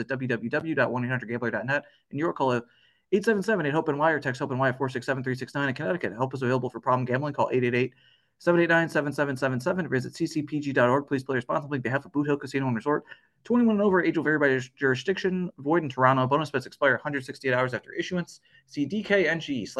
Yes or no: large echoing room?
no